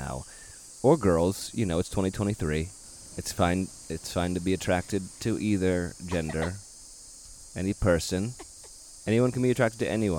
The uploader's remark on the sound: The sounds of Mexico accompany your hosts as they bring us along on their adventure in paradise. Listen to the sound of the waves.